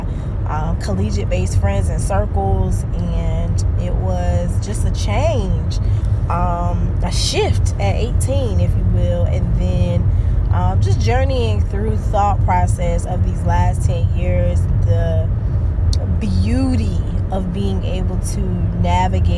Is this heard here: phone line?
no